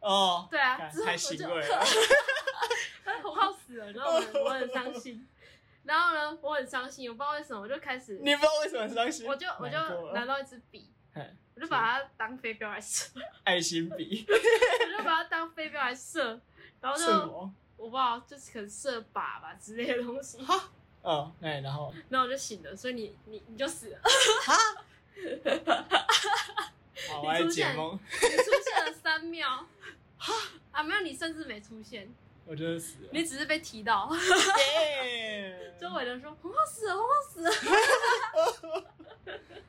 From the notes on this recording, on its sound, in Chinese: 這次音質大家見諒見諒